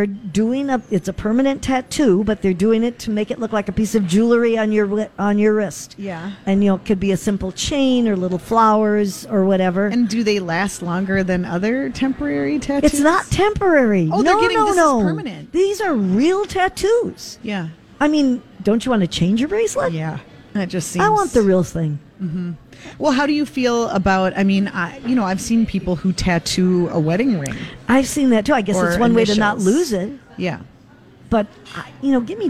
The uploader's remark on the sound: Live at General Store of Minnetonka